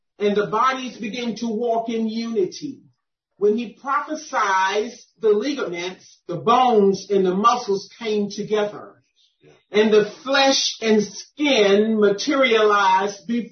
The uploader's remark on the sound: 2021 November Zoom Deliverance Meeting. Audio by Zoom Meetings.